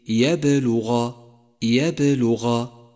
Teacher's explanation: صفة القلقلة، وهي هنا صغرى لأنها في وسط الكلمة، وحروف القلقلة يجمعها قولك قطب جد، وصفة القلقلة صفة قوة للحرف، إذا أهملتها لا يتضح نطق الحرف، أي هكذا يبلغ يبلغ، فتأتي القلقلة فتقوي الحرف فيصبح لفظه هكذا يبلغ يبلغ.